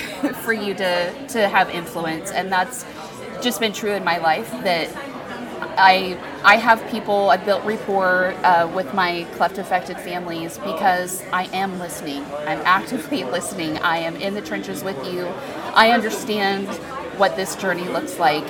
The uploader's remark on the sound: This series was recorded at Crossroads Community Church's Global Leadership Summit 2023.